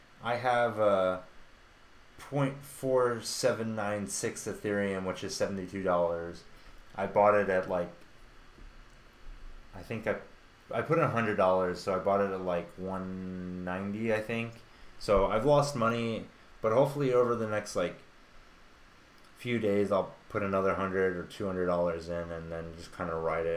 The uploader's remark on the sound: We need to find a new place to host our podcast. This week is a little rough with audio quality.